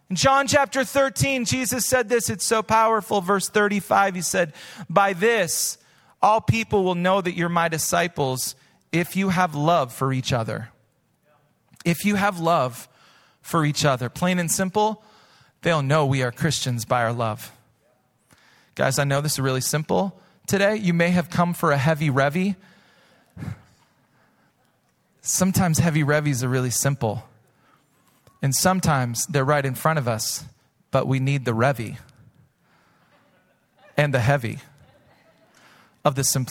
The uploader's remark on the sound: Recorded live at Hope Church in Springfield, Mo.